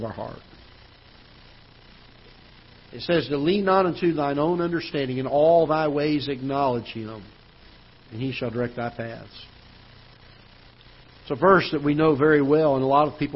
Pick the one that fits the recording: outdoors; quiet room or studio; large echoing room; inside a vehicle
large echoing room